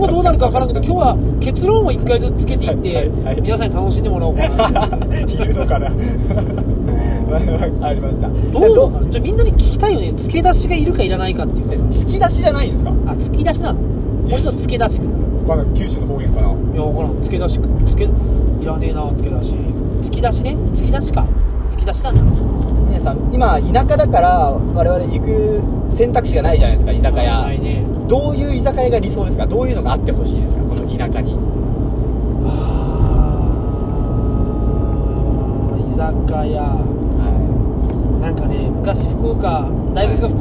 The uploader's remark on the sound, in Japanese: 営業中の車の中で